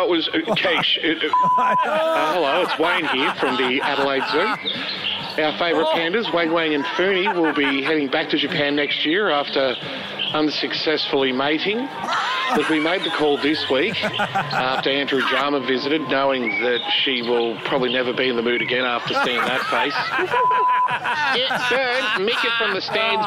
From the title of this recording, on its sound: We're live from Morphettville for the Melbourne Cup!